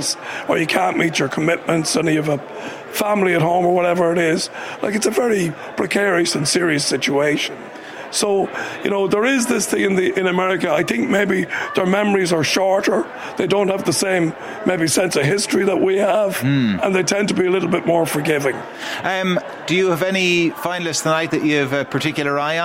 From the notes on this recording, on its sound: The Hard Shoulder was LIVE from the EY Entrepreneur Of The Year Awards in Powerscourt.